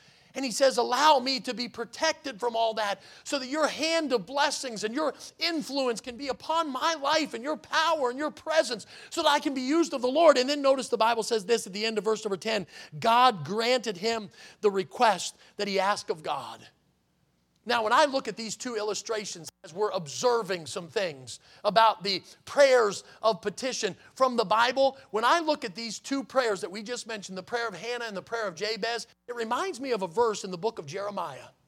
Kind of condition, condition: setting, large echoing room